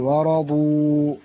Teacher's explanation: واو مد طبيعي حركتين